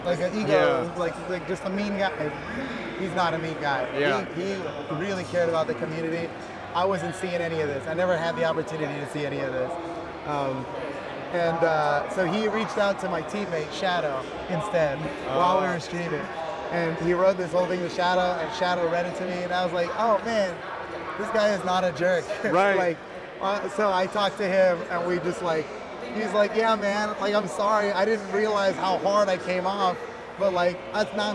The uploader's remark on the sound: live at the Cobb Galleria, inside the BCX venue, on Championship Sunday